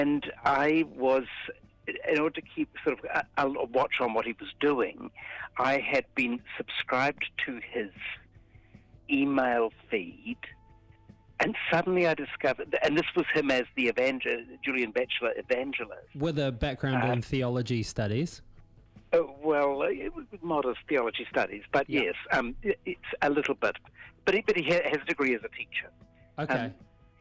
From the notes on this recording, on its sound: phones